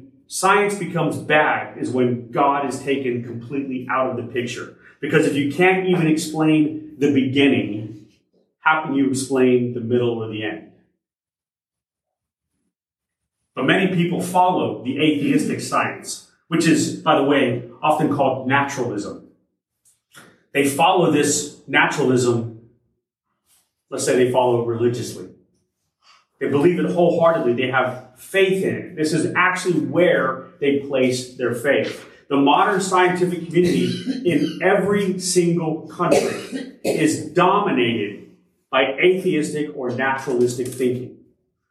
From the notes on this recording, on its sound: Originally delivered on April 16, 2023 at Crossroads Christian Fellowship in San Antonio, TX